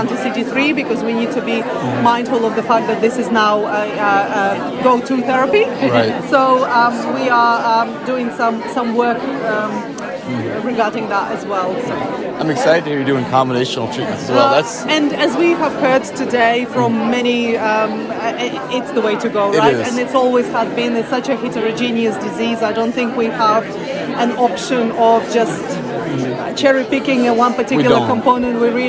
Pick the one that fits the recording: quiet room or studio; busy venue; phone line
busy venue